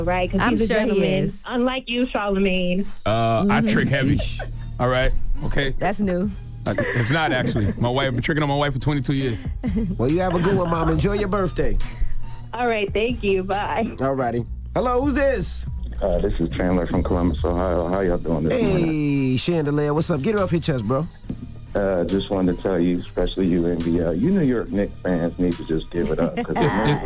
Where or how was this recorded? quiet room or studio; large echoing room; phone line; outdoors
phone line